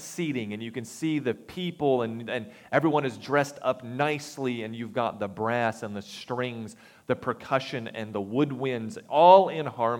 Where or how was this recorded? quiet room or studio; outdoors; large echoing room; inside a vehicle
large echoing room